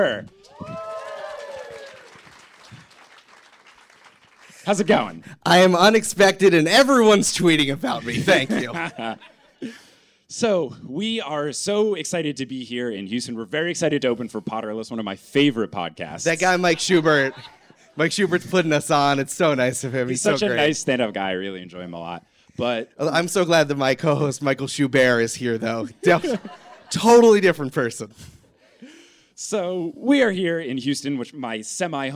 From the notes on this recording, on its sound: Live from Houston